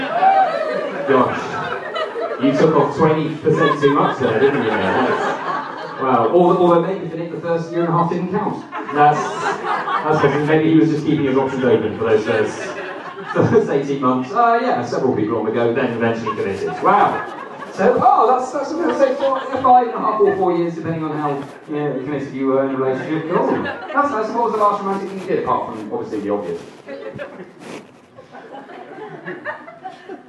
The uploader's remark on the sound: A clip from my gig tonight at The 99 Club Leicester Square. Apologies for the sound quality - it was recorded from my back pocket!